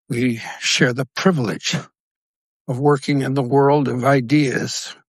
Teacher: Das hört man auf jeden Fall stimmlich. Also die Stimme ist behauchter. Die Stimme ist etwas zittriger. Das nennt sich Schimmer für all die, die das mal googeln wollen.